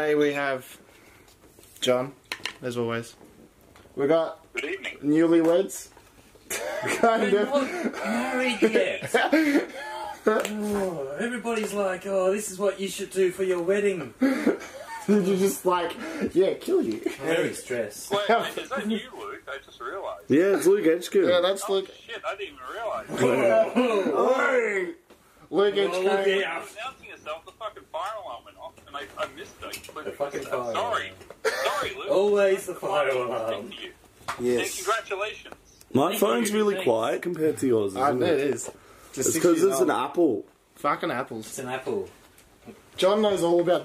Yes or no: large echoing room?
no